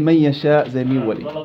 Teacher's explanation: إضغام ناقص، ذهبت النون بقيت غنتها